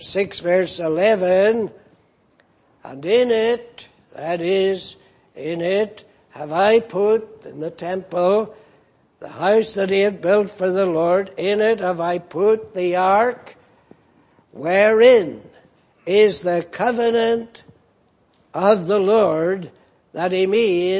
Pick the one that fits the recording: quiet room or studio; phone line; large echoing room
large echoing room